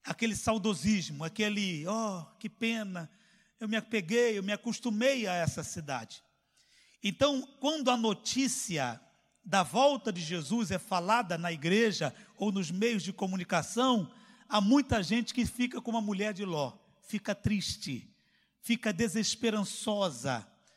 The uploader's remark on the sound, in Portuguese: CULTO AO VIVO